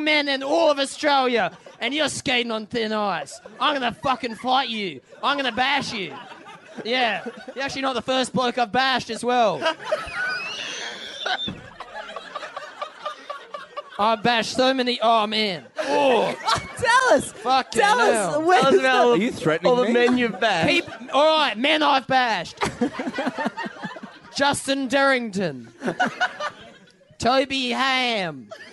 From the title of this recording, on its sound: LIVE from the Factory Theatre Sydney